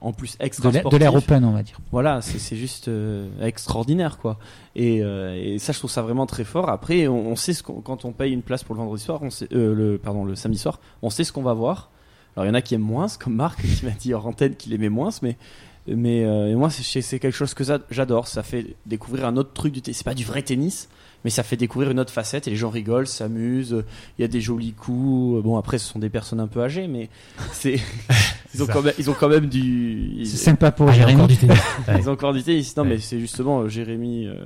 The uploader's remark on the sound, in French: Et par téléphone